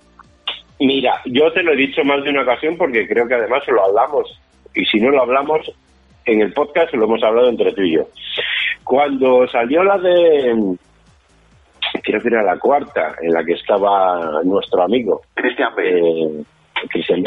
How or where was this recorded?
phone line